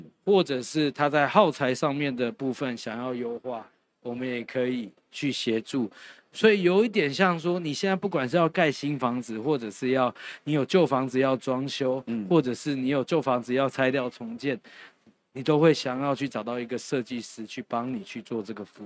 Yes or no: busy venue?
yes